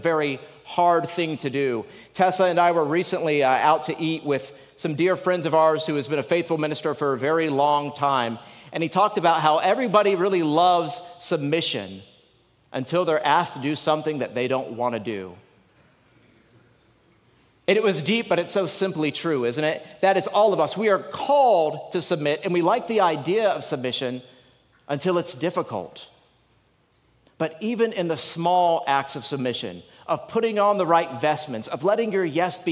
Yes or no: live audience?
yes